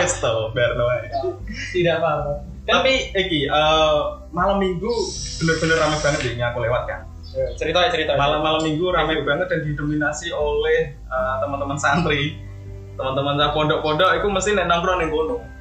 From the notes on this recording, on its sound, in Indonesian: Mohon maaf untuk pertama kalinya kami mengalami kesalahan teknis dalam perekaman audio.